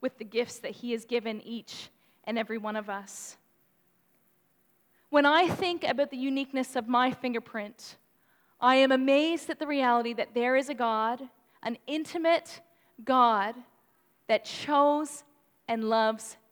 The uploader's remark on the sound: Please note that this recording has distortions